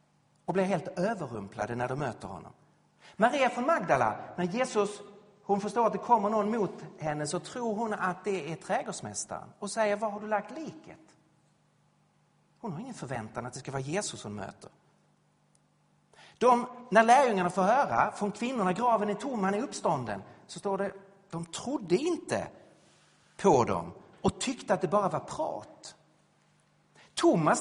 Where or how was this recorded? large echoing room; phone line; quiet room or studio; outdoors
large echoing room